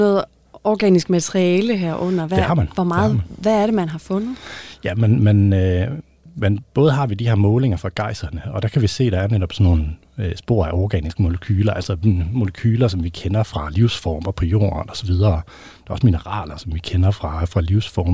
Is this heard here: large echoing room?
no